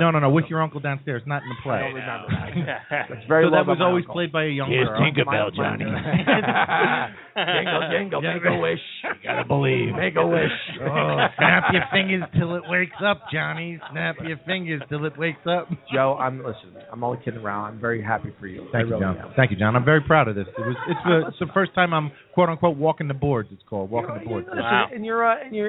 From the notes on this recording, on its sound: Tonight live from The Oak Barrel Pub in West Orange NJ.